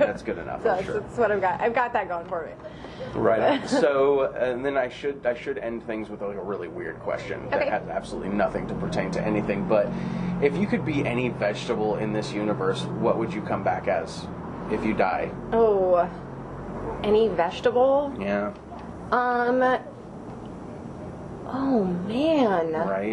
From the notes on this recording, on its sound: All episodes are recorded on analog cassette and this will cause strange sounds such as tape hiss or static.